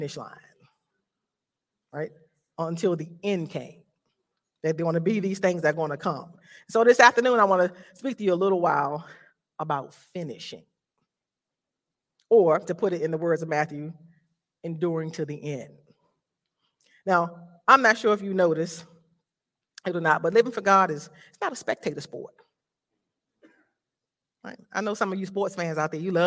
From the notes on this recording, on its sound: This sermon was recorded live at Newark United Pentecostal Church.